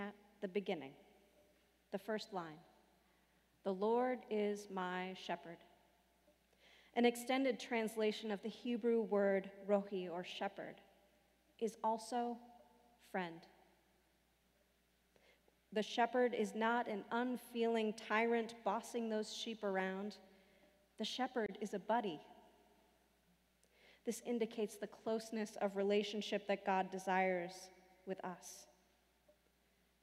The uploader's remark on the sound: Sermons from Old South Church in Boston